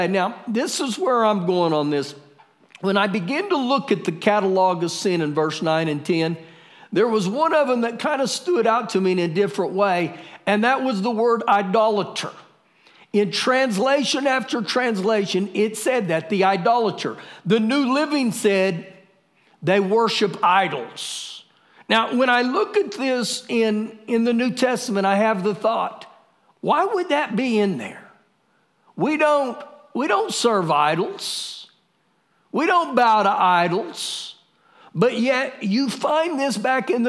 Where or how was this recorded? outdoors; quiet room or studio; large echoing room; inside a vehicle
large echoing room